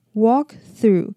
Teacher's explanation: Walk through.有些人在念 walk 的时候会不小心带入一些卷舌音，不知道是不是在为 through 做准备。那它这里的 walk 的 A 一样是短母音，然后它的 L 是不发音的。